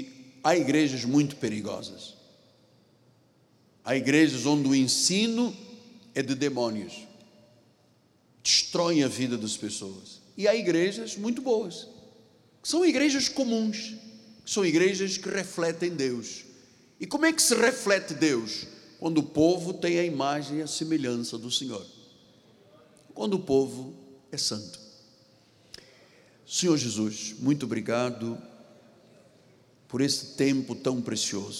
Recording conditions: large echoing room